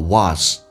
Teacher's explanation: 口语化当中发成 a 这个发音 was